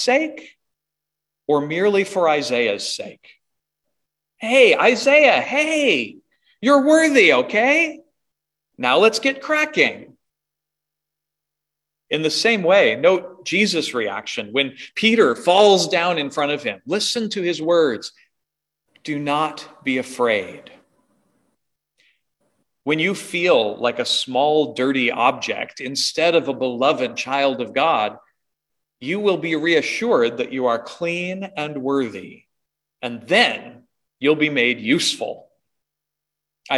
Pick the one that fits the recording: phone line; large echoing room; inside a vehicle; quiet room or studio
large echoing room